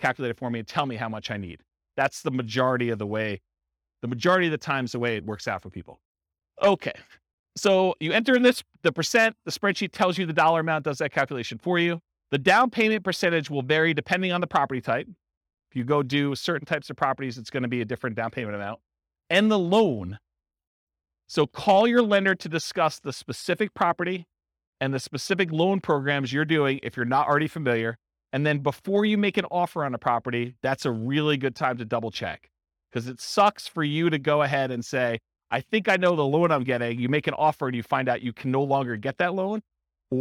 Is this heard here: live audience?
yes